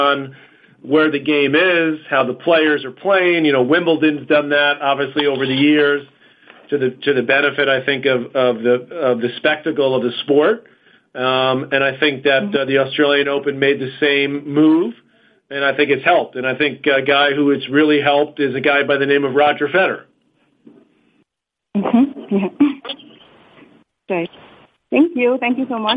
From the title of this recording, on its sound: Australian Open Conference Call